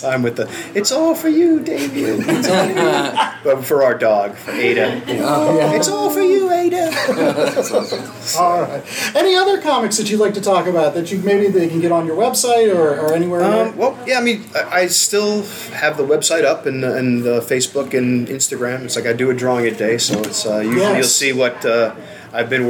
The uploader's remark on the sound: Listen to a Live recording of the Last Comic Shop Podcast from the recent 3 Rivers Comic Con in Pittsburgh PA! Thanks to 3 Rivers Comic Con for setting this live show up!